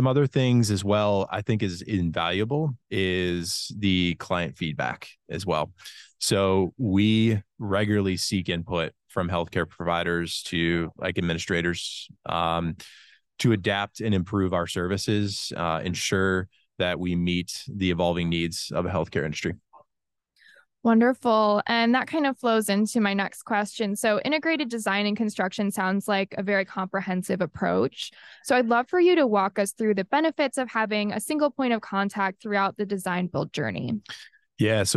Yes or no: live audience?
no